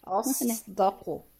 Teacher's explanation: الصاد المطبقة المستعلى ولها صفير ورخاوة